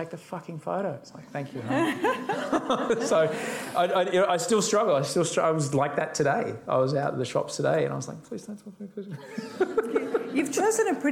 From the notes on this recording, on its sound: recorded live for an event with our friends from The School of Life